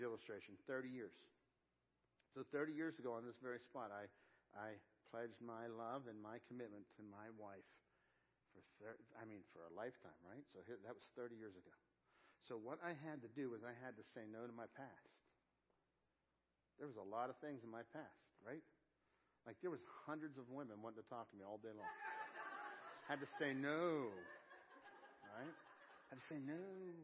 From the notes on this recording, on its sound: Crossroad Ministries Live Service